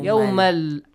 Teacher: And it's not with ghunna. You don't need to produce a nasal sound · Term: Merge